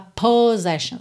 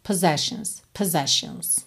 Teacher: E o O inicial é bem fraquinho. · Shown in: second take · Você não fala possessions, tá?